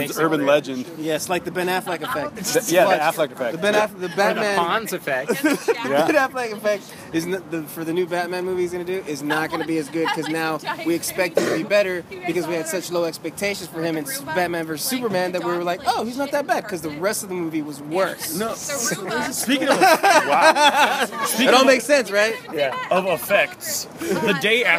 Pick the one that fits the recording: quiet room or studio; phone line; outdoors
outdoors